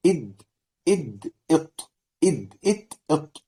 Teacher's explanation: الثلاثة المخرج واحد، طرف اللسان مع توضيح طبعا. لكن الدال لها صفات معينة، والطاء صفات معينة، والطاء صفات معينة. · Term: التجانس